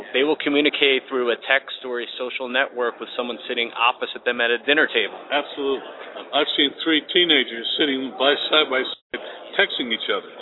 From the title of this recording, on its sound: Live From The SMB Cloud Expo